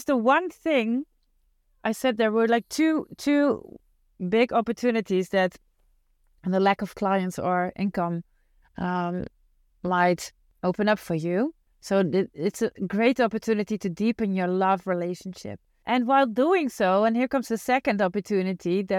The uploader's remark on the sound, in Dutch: de audio die ik onlangs spontaan en in het Engels opnam tijdens een autoritje